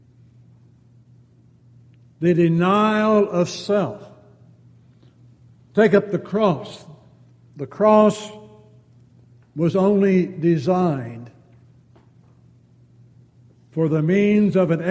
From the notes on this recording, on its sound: Downtown Church Of Christ Audio Sermon.